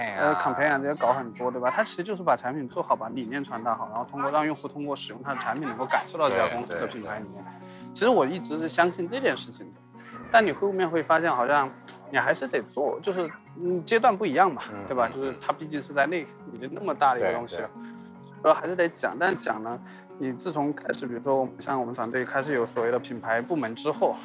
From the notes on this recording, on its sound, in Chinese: 我去广州出差的间隙。来边溜达边唠嗑。但因为所走的路径信号干扰非常强，原始版本的录音效果非常差，有非常多的电流声。这期播客的听感还是有一些瑕疵。从广州的东山口开始。专挑人迹罕至的小巷子里走。